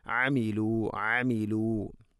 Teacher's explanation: ഐന് തൊണ്ടയുടെ മധ്യഭാഗമാണ് അതിൻ്റെ ഉച്ചാരണം, മഖ്റജ്.